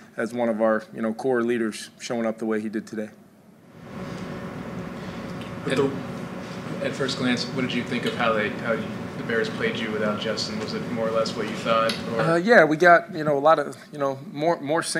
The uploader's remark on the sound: spoke to the media at the postgame press conference